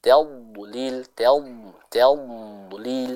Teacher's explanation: Huruf dad, ya, jangan lupa kita baca dengan istitalah, yaitu apa, adanya suara yang dipanjangkan. Jadi jangan dipantulkan, jangan tadlil tadlil, ya, tapi tadlil tadlil, seperti itu, ya.